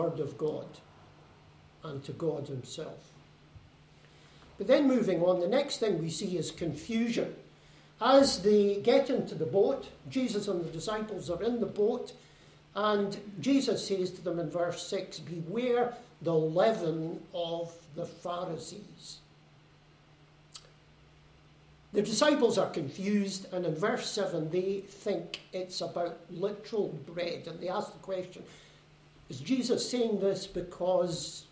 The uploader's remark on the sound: Service recorded at Fernilea Gospel Hall 9 January 2022. A service recorded at Fernilea Gospel Hall.